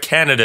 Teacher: you can hear that I'm emphasizing that first syllable